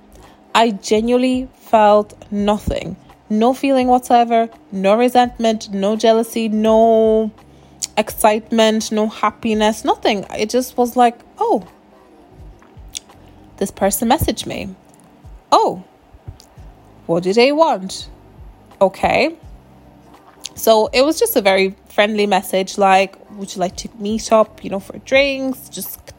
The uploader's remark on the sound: This was actually recorded on the phone I know shocker no fancy podcast equipment here